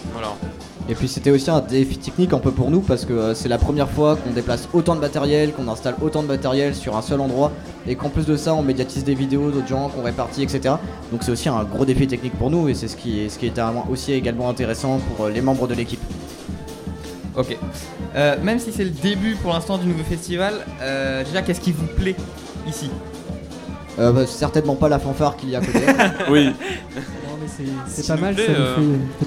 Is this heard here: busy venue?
yes